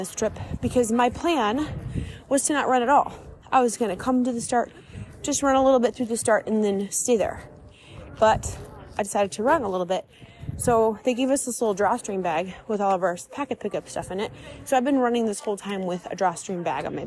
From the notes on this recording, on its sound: Live from the Rome Marathon. Enjoy some sounds and real time thoughts from Rome!